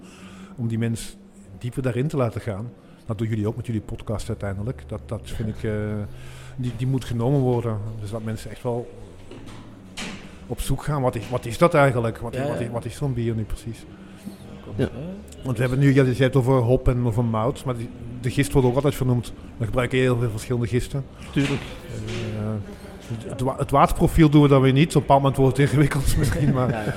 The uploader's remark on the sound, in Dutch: Op dag 1 van het bierfestival The Beer Experience in Heusden-Zolder hadden we enkele gesprekken.